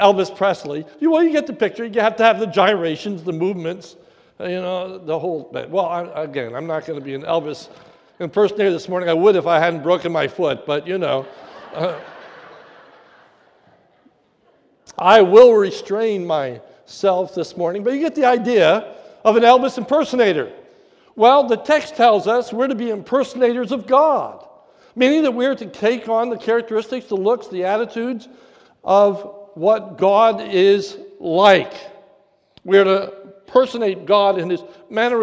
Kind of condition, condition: setting, large echoing room